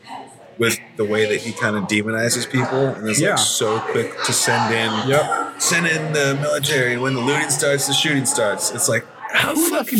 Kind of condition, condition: setting, busy venue